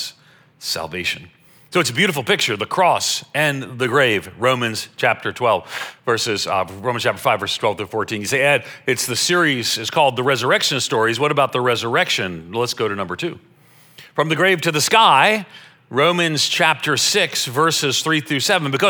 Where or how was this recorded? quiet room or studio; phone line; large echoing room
large echoing room